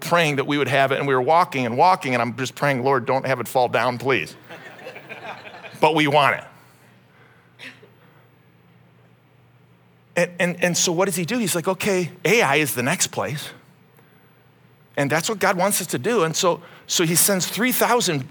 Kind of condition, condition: setting, live audience